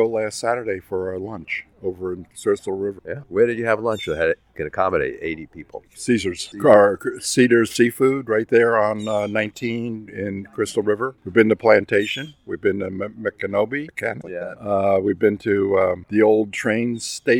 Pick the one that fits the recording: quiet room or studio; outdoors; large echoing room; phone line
outdoors